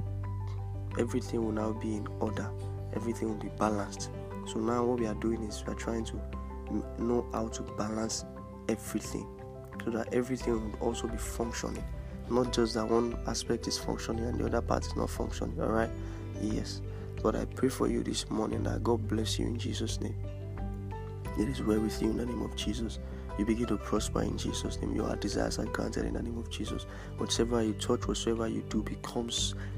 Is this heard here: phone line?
no